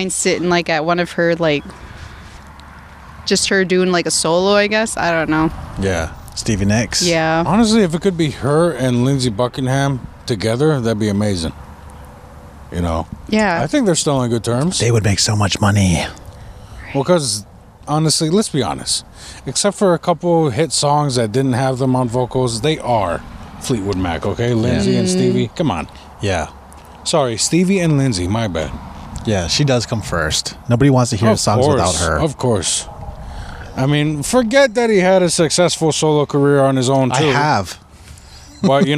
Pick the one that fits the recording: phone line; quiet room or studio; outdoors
outdoors